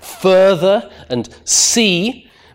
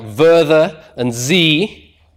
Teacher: the variable voicing in initial fricatives in the southern varieties · Shown in: second take · So rather than further and see, people will say things like verther and zee.